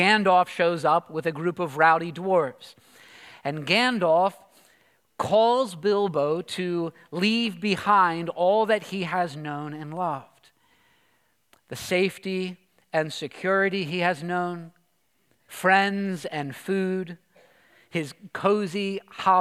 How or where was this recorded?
large echoing room